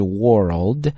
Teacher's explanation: 注意是长音的 O 加了一个 L 这个音